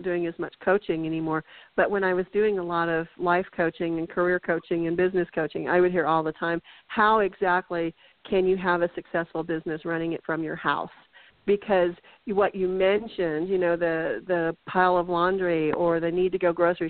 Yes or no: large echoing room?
no